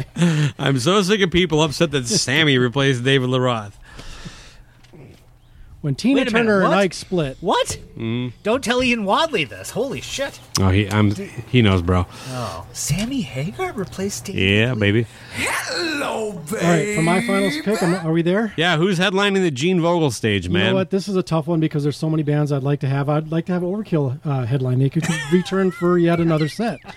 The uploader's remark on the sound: The only show taking it to the elements. Every episode of SOMO will be recorded outdoors on location.